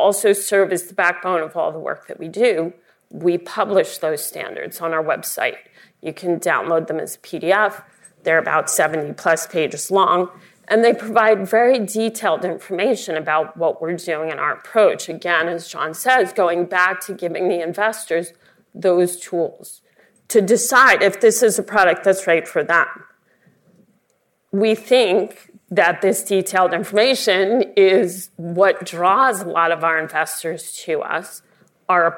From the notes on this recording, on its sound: Live from Investor Connection, the first-ever partnership between Investopedia and Morningstar.